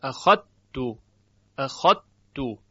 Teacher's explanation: حرف ذال کلن شنیده نمیشه و ادغام به صورت کامل هست · Term: ادغام کامل